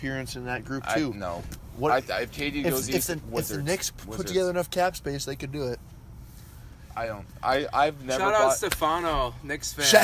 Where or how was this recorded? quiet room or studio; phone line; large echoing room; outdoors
outdoors